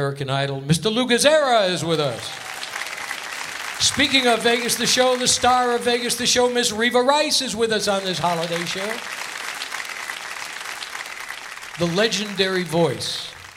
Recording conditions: busy venue